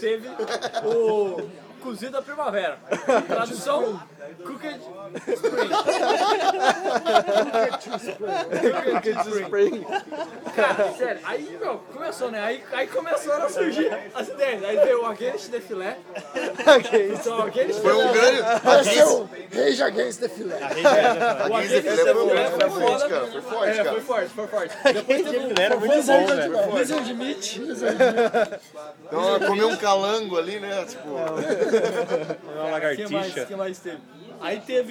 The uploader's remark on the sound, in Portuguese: Este episódio foi gravado na mesa do bar.